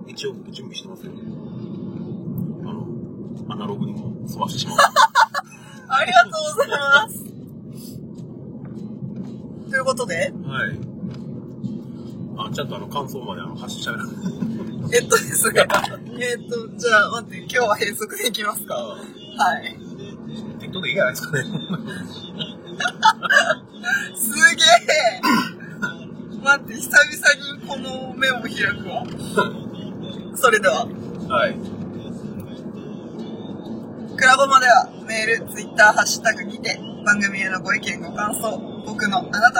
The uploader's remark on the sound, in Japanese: 車の中第2弾。ドライブな2人をお届けします。